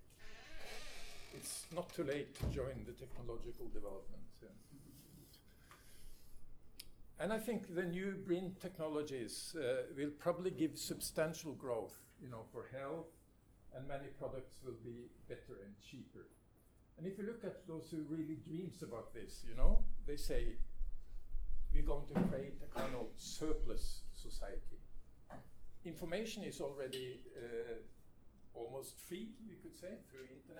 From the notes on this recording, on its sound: Public lecture at Nordic Centre on September 26